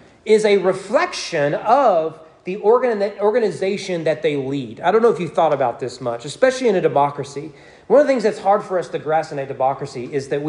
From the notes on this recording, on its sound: Sermon preached at East Frankfort Baptist Church on December 4, 2022 during evening worship.